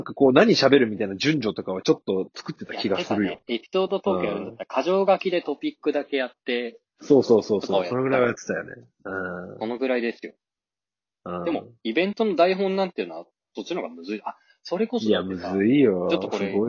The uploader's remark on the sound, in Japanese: 引き続き音質がご愛嬌ですがよくご容赦ください。